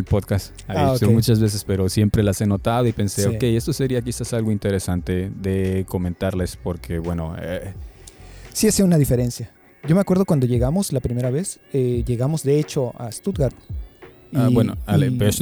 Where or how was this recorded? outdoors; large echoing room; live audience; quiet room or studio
outdoors